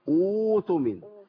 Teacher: هبدا بهمزه وصل مضمومه، يبقى هحول الهمزه الساكنه الى واو